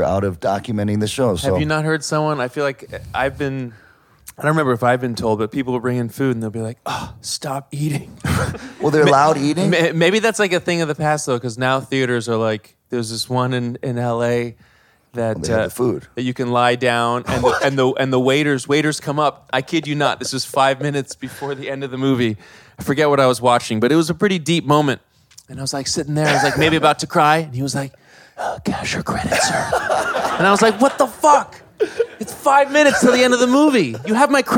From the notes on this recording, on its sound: It was recorded in front of a live audience at South By Southwest and is a collaboration with TuneIn.